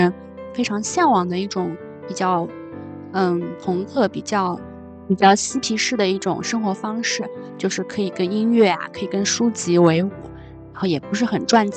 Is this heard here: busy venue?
no